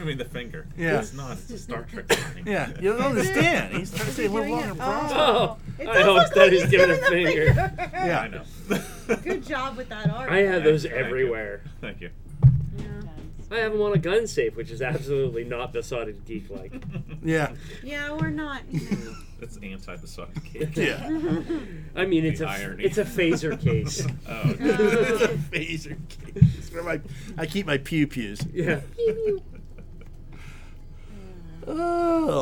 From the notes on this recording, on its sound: This week we we are recording at The Nerd Korner.